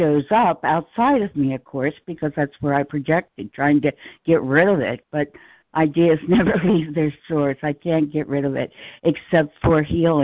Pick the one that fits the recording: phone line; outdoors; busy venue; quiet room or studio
phone line